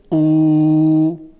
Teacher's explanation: اگر دهان یه مقداری جمع بشه، او، صدای واو مدی ایجاد میشه